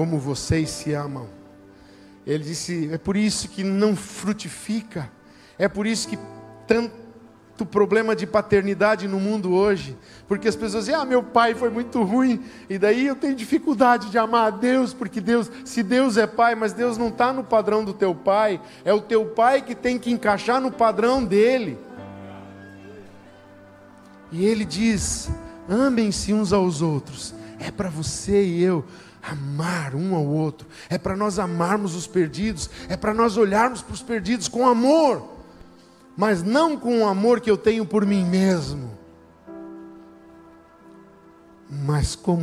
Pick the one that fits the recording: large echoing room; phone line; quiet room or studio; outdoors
large echoing room